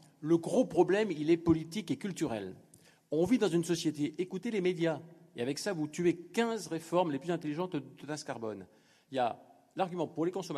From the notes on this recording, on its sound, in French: Devant un public nombreux, La Fabrique Ecologique a inauguré. À la Mairie du 10ème arrondissement, un nouveau format d’événement : Les Controverses Ecologiques.